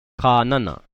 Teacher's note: Now our kahako is in the front, so it's going to be long, short, short.